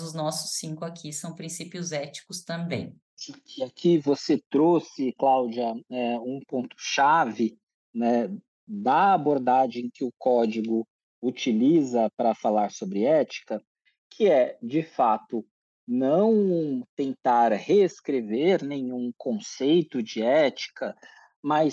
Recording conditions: video call